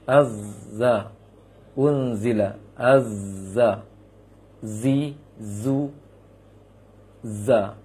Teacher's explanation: Ada bunyi seperti siulan burung, kata orang Arab di sini, siulan burung. · Term: sofir